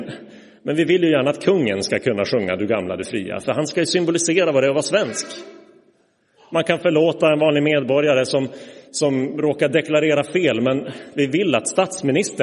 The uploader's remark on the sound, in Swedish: Inspelad i Roseniuskyrkan den 18 februari 2024.